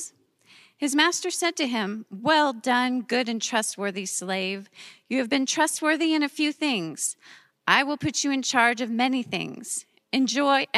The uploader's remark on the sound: Recorded live at Beatitudes Church, Phoenix, AZ